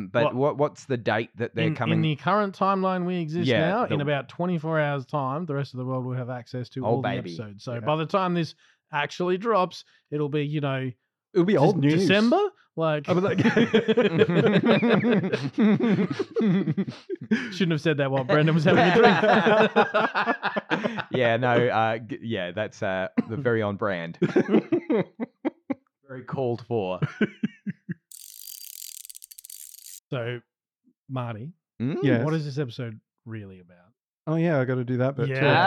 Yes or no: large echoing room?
no